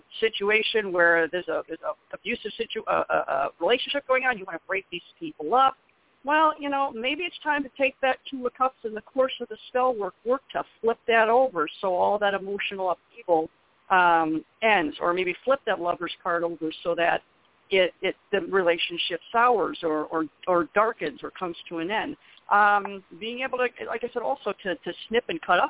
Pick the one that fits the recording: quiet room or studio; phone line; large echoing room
phone line